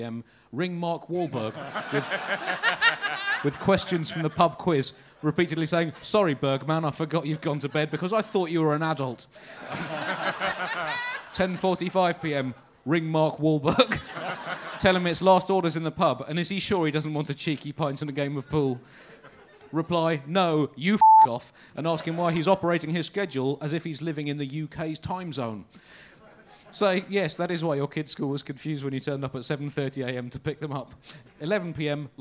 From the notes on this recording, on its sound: Recorded live at The Leicester Square Theatre.